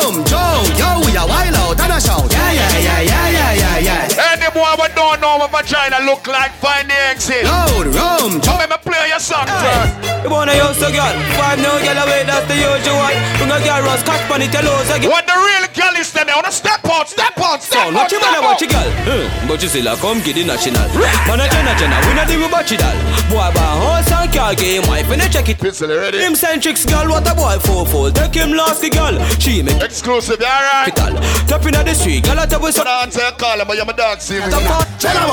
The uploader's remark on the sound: Doubletap Sundays 12/30/18 (LIVE AUDIO)